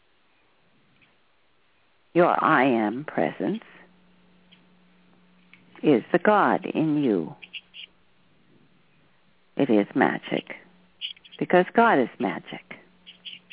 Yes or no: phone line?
yes